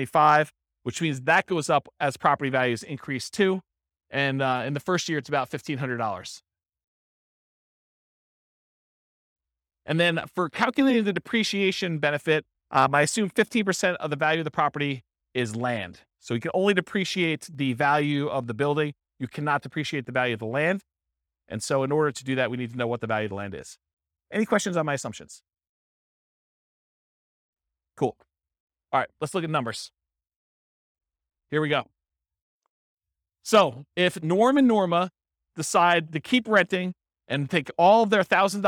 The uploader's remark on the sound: This was a live class recorded